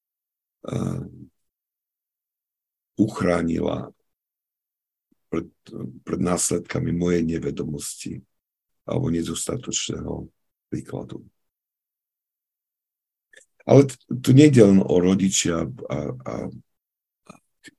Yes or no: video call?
yes